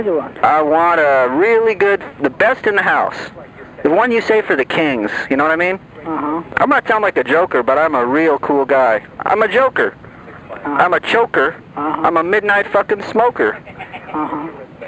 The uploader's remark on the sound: RBCP's Personal Prank Phone Calls Collection